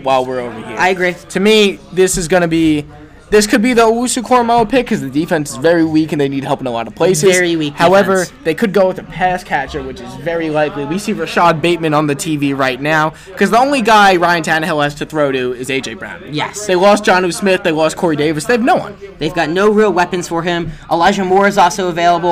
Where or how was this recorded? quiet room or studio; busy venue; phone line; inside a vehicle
busy venue